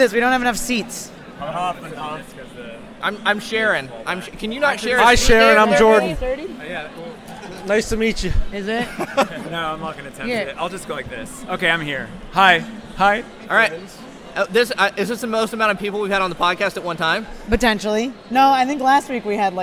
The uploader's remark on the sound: LIVE From Pokemon Worlds Championships 2023! Back LIVE from the Pokémon Worlds Championships 2023 in Yokohama Japan!